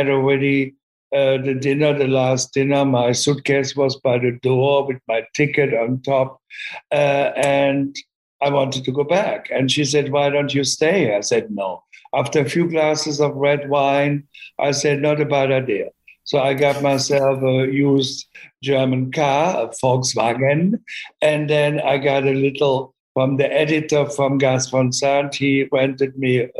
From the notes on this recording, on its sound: sat down over Zoom